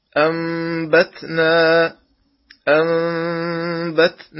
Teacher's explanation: قلب النون الساكنة أو التنوين ميما مخفاة بغنة · Term: الإقلاب